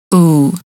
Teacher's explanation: The OO sound is very similar to the long U sound, but does not include that initial Y sound.